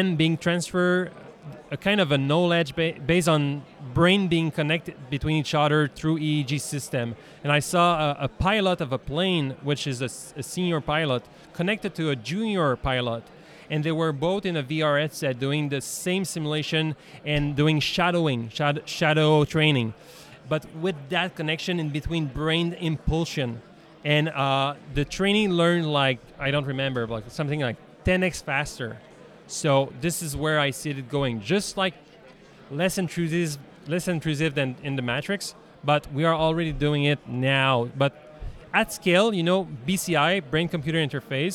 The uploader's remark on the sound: Live at CANSEC 2023. Is live at CANSEC, Canada's largest global defence and security trade show.